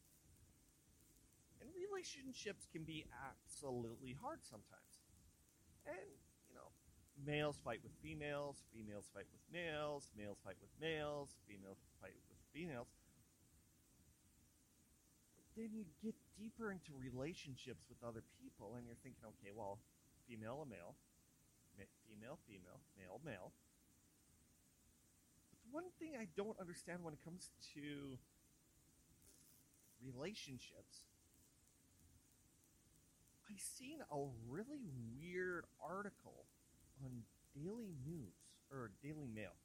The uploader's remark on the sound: It sounds clearly now. It's been a while since I had my mic but I'm very happy with the results except it's a little quiet.